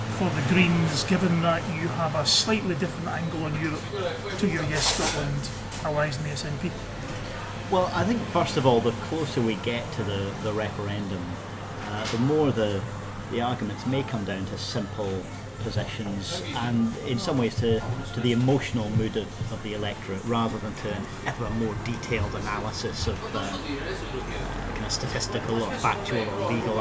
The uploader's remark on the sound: Recorded in Asti cafe in Edinburgh City Centre 21 July 2014.